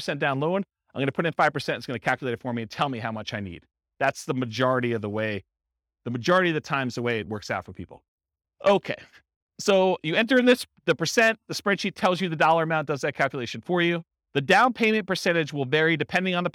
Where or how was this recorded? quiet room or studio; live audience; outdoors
live audience